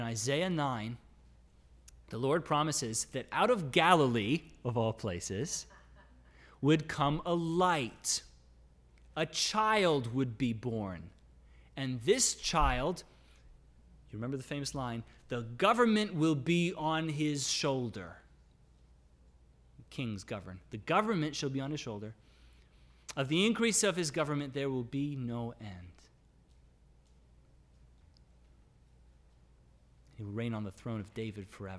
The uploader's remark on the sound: Sermon audio from LBC worship service.